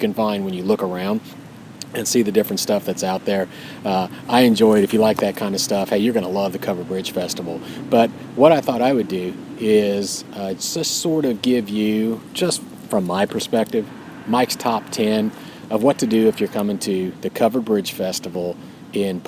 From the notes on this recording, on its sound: Recorded live from a campsite at Raccoon Lake State Recreation Area.